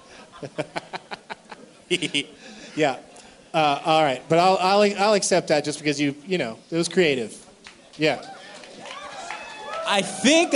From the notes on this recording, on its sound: Live from Vinyl in the Hard Rock Hotel and Casino in Las Vegas, as part of Ellismania